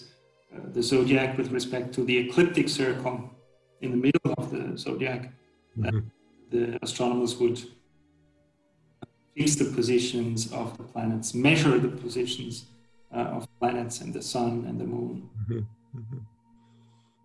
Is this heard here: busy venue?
no